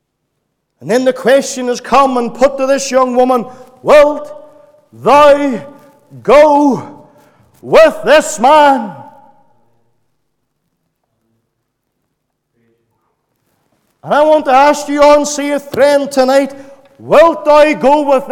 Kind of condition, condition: setting, large echoing room